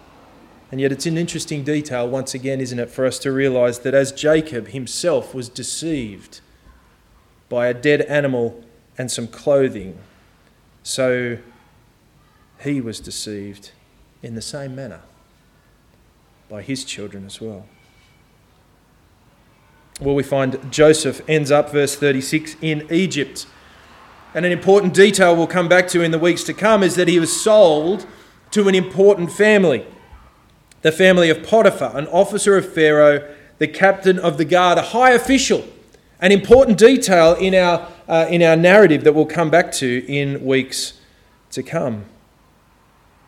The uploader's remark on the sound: This sermon was preached on May 14 2023 at all services of Helensburgh and Stanwell Park Anglican Church